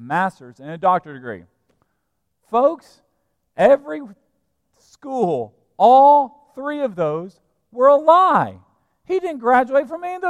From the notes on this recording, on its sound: at Broadway Baptist Church, Lexington, Kentucky